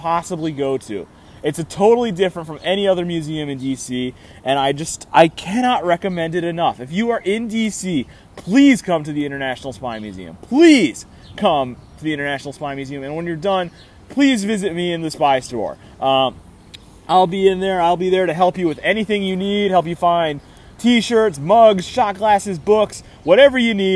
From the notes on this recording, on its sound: live from Pike and Rose in Rockville, MD